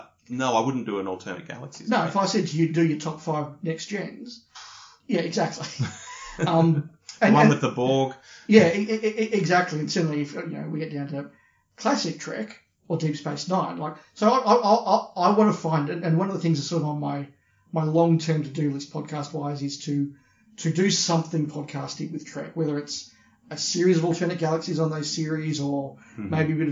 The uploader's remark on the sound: For this latest meeting, the lo-fi, hotel room recording vibe is back.